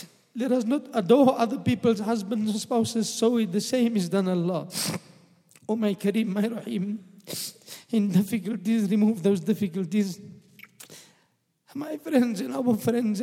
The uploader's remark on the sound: at the Houghton Masjid (West Street)